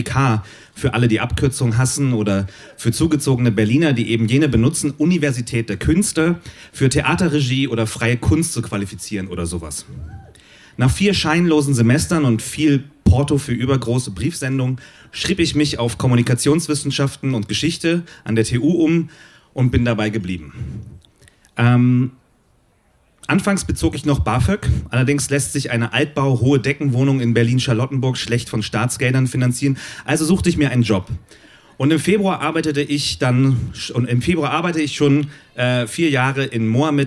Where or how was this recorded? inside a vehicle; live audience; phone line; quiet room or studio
live audience